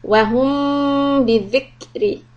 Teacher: ikhfa shafawi, stop for two harakat, lips lightly on top of each other